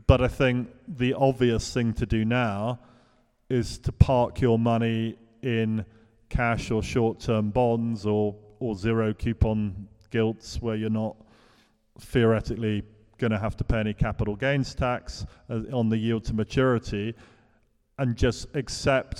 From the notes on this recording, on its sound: This episode was recorded in front of a live audience at St Ethelburga's in the City of London.